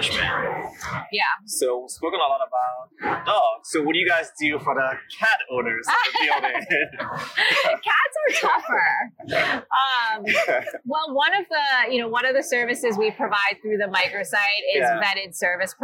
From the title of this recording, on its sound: LIVE AT NAA